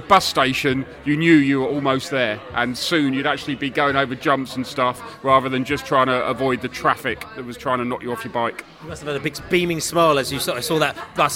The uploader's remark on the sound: Pre-match podcast from the pub. Met up at The Distillers in Fulham Palace Road.